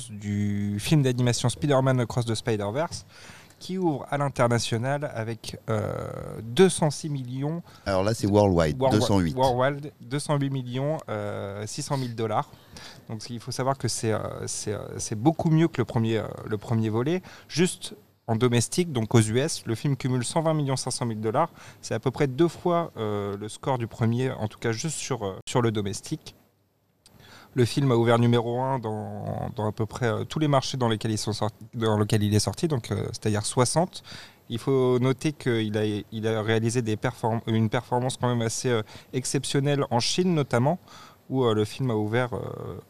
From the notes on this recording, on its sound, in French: Episode enregistré au cinéma Les 7 Batignolles le lundi 5 juin 2023